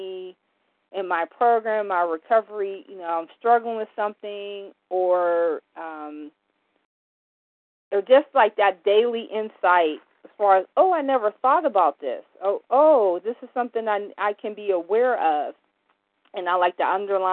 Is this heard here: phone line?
yes